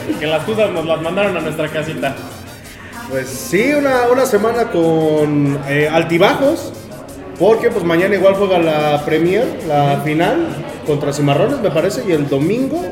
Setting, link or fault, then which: setting, busy venue